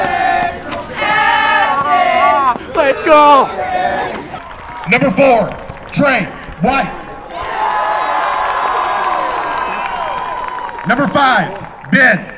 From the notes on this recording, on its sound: At the beginning of the episode you will also get to hear the energy and sounds leading up to their Quarterfinal game